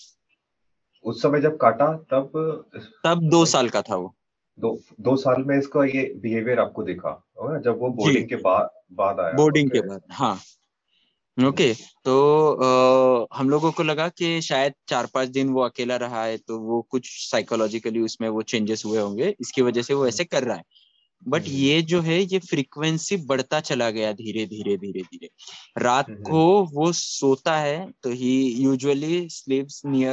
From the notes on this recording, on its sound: Our expert team recently held a Zoom call.